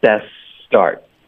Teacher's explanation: best 的 t 的音应该省略，然后 best 的 s 跟 start 的 s 要连发